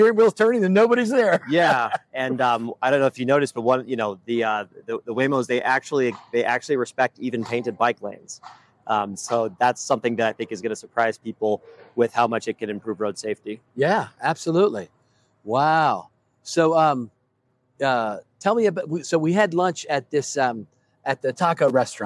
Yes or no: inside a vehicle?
yes